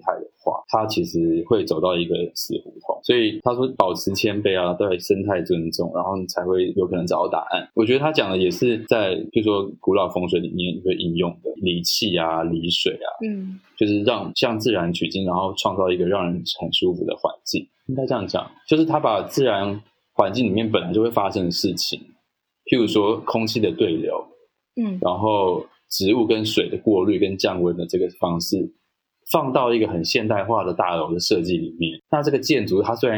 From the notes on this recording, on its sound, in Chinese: 採用雲端錄音，音質與設備較不理想